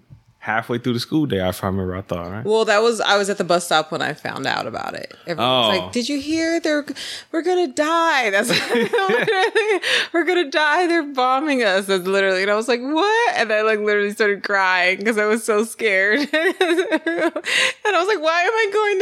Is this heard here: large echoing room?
no